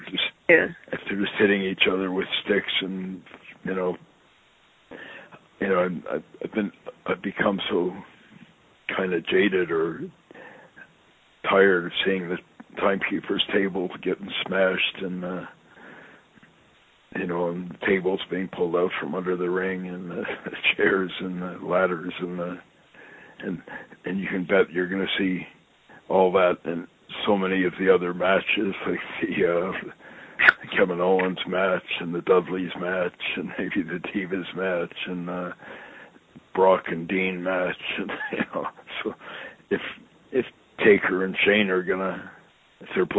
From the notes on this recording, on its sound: I sit down on the phone with my friend